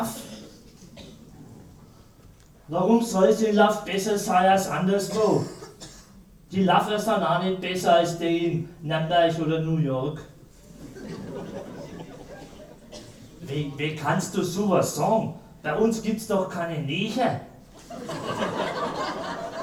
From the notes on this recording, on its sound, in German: Ein Live-Mitschnitt der Buchpräsentation. Von einer Buch-Premiere einen Hörbeitrag.